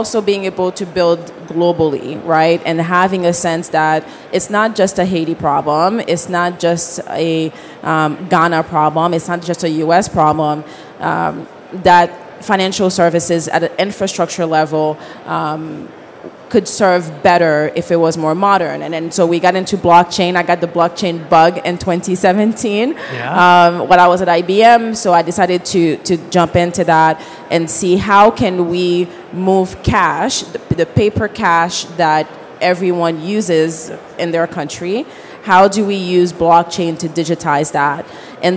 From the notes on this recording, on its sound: This recording is from Fintech Nexus USA held at the Javits Center in New York City on May 10-11, 2023. From the Innovation Zone.